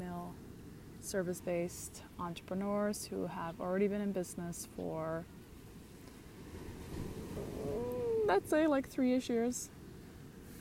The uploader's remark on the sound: Live from the beach in Bali